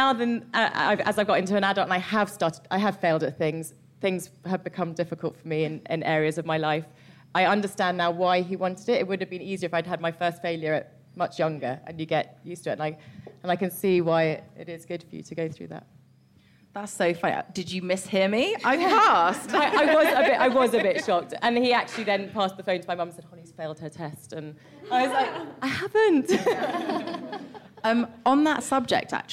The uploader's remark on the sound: Recorded live at Penguin’s pop-up book shop in East London.